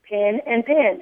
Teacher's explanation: most of the Southerners say it the same way, pin and pen